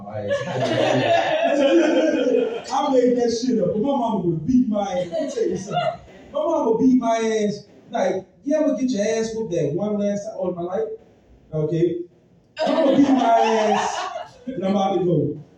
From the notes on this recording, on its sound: Live at Boomerang Comedy Theater pt 2. Part two of a two night show event.